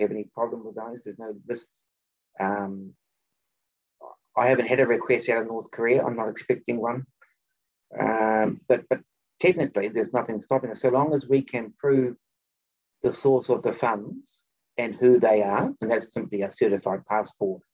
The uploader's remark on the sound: For those joining us on Zoom